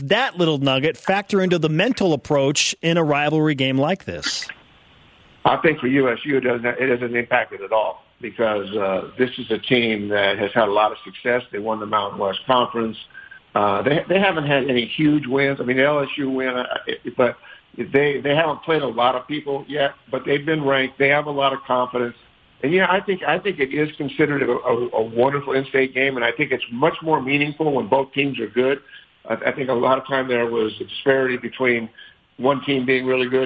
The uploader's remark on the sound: joined in on the phone